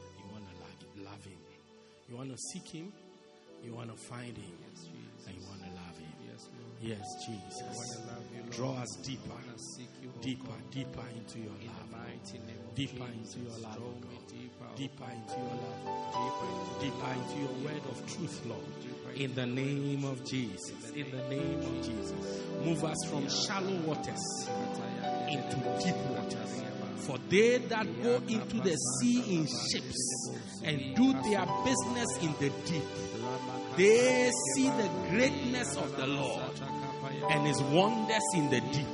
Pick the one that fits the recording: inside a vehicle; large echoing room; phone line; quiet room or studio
large echoing room